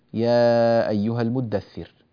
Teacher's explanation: هذه الراء لما وقفنا عليها فهي راء ساكنة وقبلها مكسور، ولذلك فهي مرققة